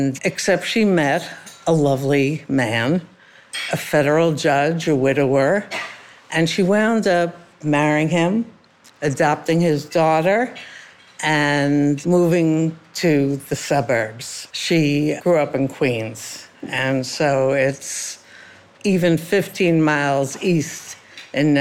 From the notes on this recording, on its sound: Was a special recording that happened earlier in the year at an event at Temple Emanu-El in New York City for their women's group. We did this in front of a live audience, which was a lot of fun.